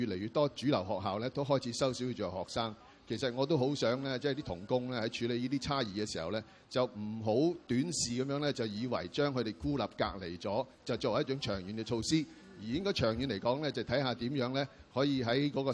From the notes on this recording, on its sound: 舉行地點: 維多利亞公園涼亭. Venue: Band Stand, Victoria Park.